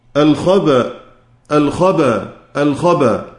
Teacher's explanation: بيمسك حركة الهمزة المفتوحة دي وينقل إلى الباء